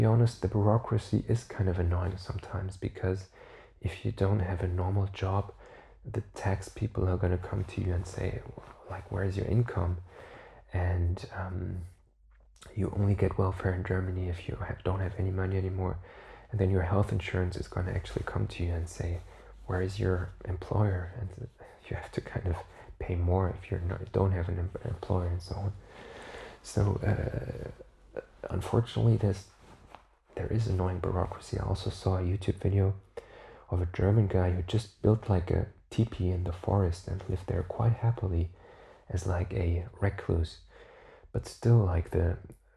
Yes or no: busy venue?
no